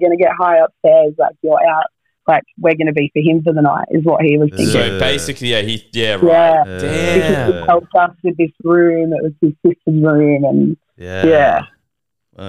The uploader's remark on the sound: Today we have 5 listeners call